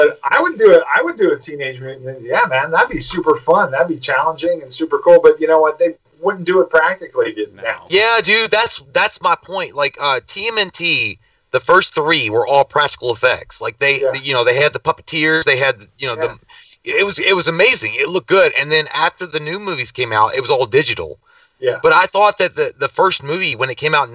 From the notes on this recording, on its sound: This was filmed live so the audio is a little off